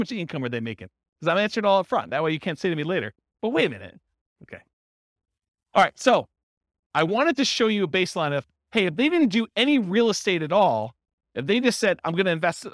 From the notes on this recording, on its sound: This was a live class recorded